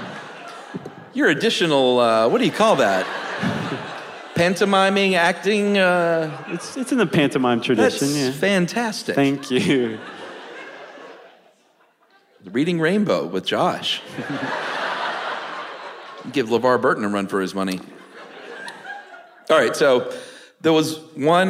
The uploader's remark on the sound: special live benefit episode recorded in Atlanta